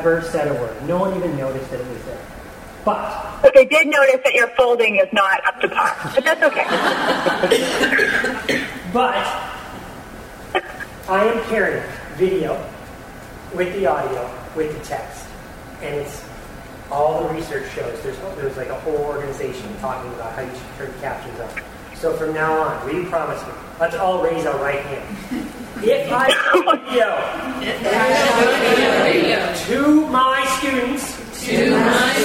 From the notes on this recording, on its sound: The second half of the recording of a live presentation. At the 2012 Virginia Society for Technology in Education Conference.